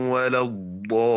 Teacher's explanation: القراءة لا غبار عليها إلا ترقيق اللام في ولا الضالين، اللام الثانية التي بعد الألف